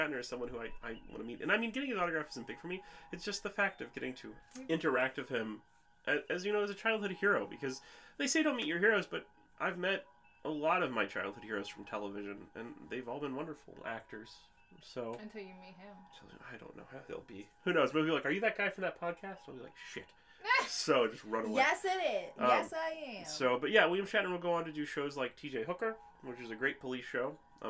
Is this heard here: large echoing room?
no